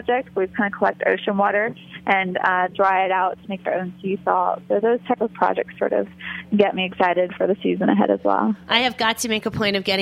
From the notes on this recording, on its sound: joined via phone